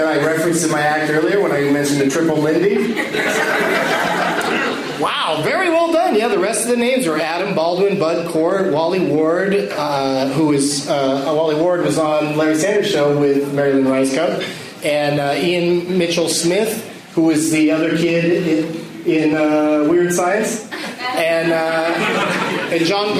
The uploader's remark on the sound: plays The Leonard Maltin Game against audience members at Helium Comedy Club in Philadelphia, PA.